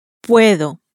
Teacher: words ending in a vowel in Spanish are stressed on the next to last syllable